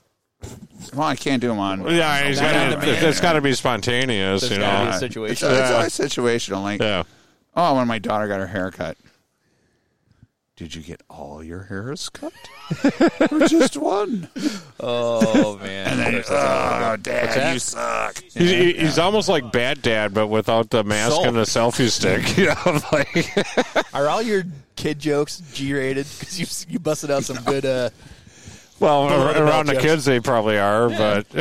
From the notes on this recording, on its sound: The premier episode was recorded at Silver Lake State Park on the shores of Lake Michigan in the State of Michigan.